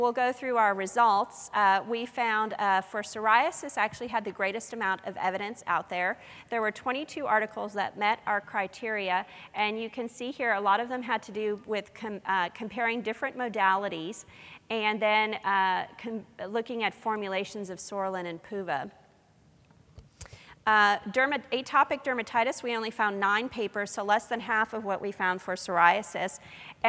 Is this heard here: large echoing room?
yes